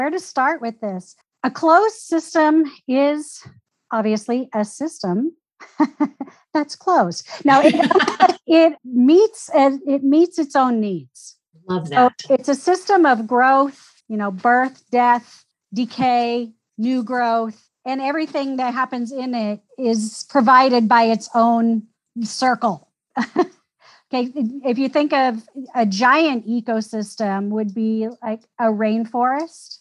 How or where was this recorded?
video call